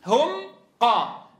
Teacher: نطقت الميم قرعت مخرج الميم ثم ذهبت لمخرج القاف وقرعته